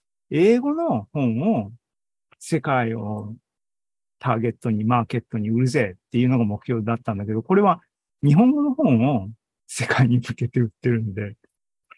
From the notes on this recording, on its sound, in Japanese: ２０２３年７月２９日に開催した ZOOMライブの模様です